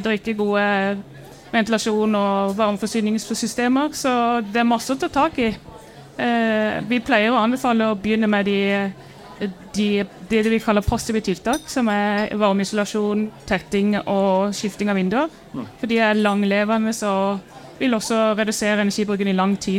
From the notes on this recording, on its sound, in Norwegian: Vi tok praten live fra Arendalsuka